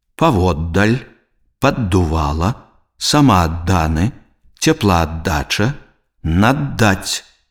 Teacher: Калі ў слове побач стаяць два звонкі зычныя «д», то яны вымаўляюцца як асобныя гукі